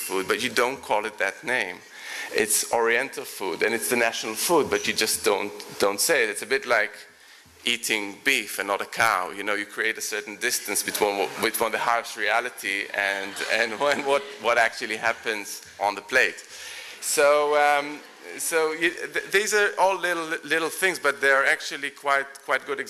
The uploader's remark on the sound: Recorded at The Tabernacle in London in May 2010.